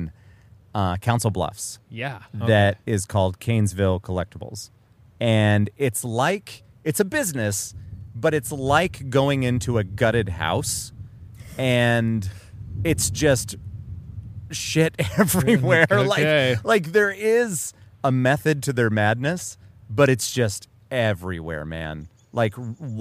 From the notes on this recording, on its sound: Live from the backyard!